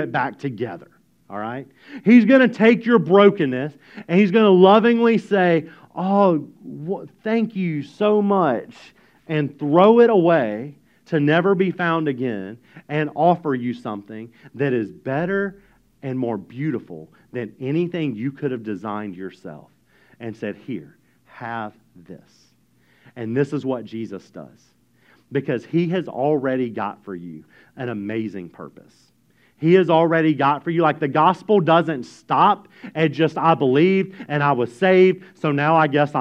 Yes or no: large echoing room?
yes